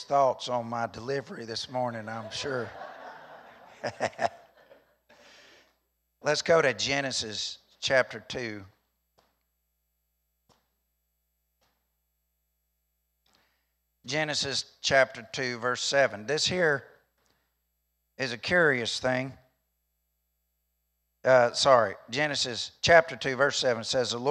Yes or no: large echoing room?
yes